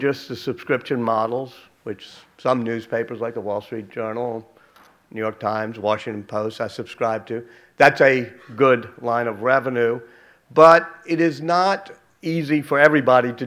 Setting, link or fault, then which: setting, live audience